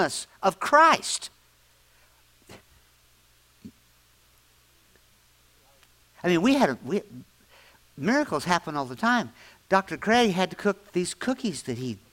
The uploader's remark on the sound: latest audio podcast from Grace Church on Sunday December 17, 2023